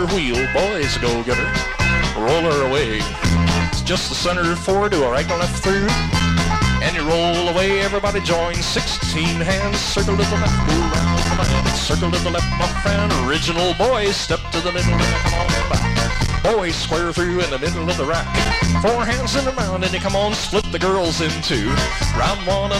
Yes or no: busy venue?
yes